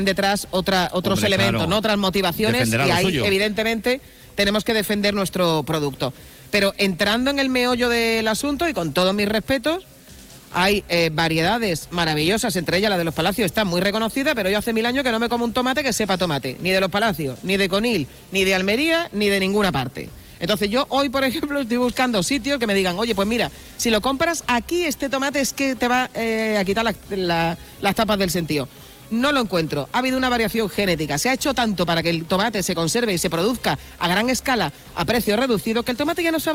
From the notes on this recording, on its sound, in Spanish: Hoy programa en directo desde el Hospital Quironsalud Infanta Luisa.